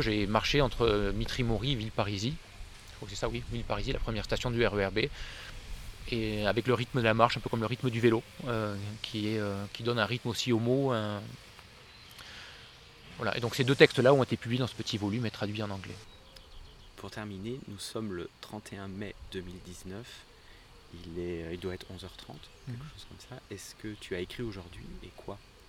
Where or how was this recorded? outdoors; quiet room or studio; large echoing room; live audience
outdoors